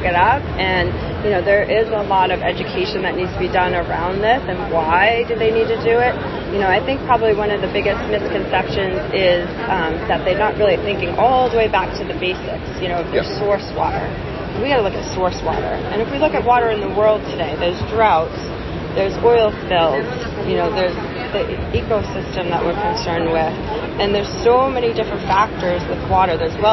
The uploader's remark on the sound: In this episode recorded at the recent Greater New York Dental Meeting.